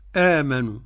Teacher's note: قرأ جميع القراء ومعهم ورش في الوجه الأول بالقصر آمنوا حركتين. وزاد ورش بقى 4 حركات و6 حركات.